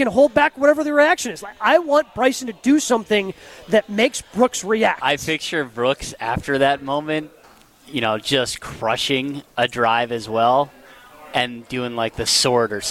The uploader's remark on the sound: Live from the AMFAM Championship.